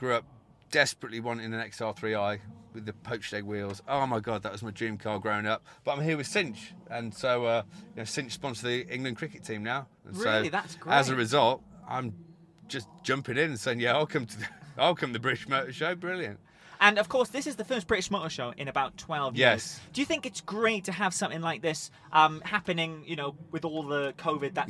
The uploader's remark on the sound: This episode was recorded live at the 2021 British Motor Show in Farnborough.